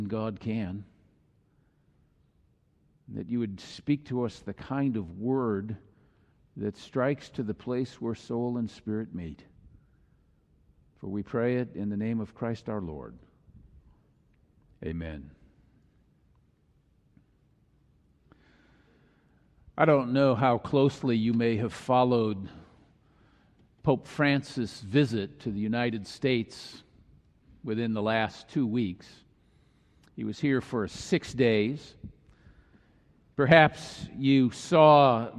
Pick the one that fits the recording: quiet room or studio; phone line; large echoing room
large echoing room